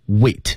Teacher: 注意一下失去爆破 Wait 那个 T 是不发音的